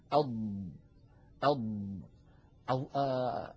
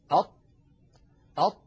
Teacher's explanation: تجدون بأن الصوت قد انحصر بين اللسان وسقف الحلق والحنك. · Term: الإطباق